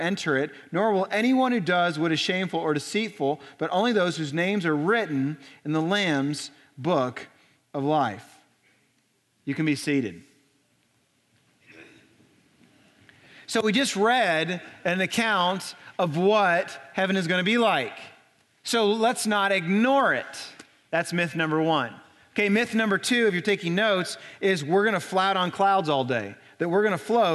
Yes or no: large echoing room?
yes